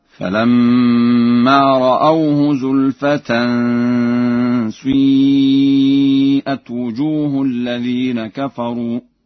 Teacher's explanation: قرأ ورش بإشمام كسرة الشين ضما